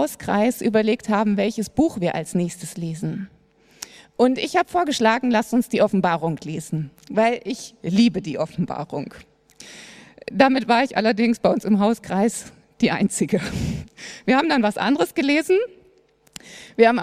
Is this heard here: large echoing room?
yes